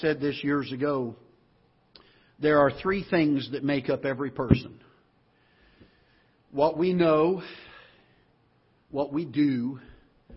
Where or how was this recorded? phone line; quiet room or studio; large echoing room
large echoing room